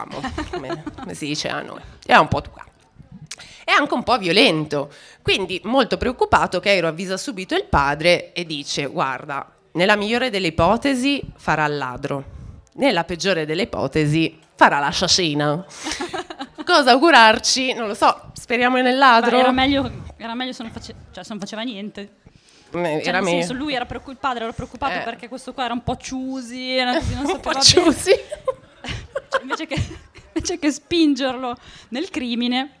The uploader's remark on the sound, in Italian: In questo episodio speciale vi proponiamo la registrazione fatta al Podfest di Parma.